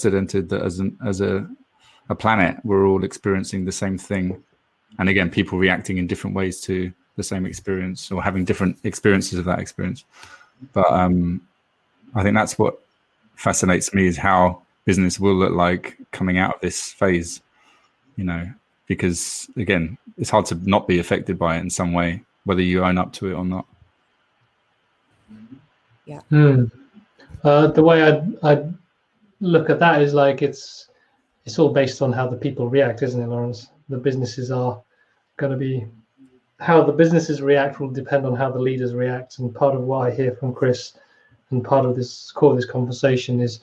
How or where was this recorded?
video call